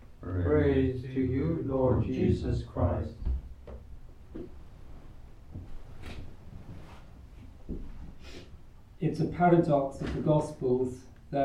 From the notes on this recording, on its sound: Recorded live at Southgate House on 19 October 2023.